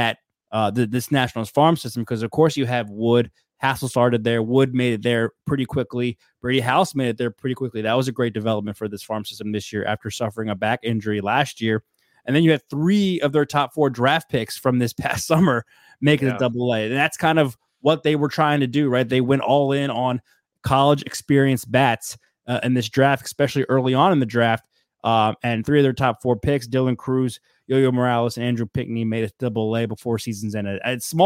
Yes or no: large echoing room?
no